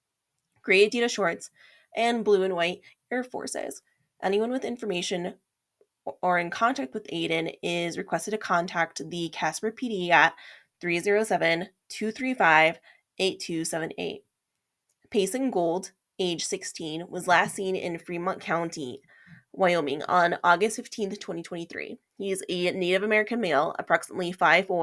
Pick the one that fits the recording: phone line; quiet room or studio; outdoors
quiet room or studio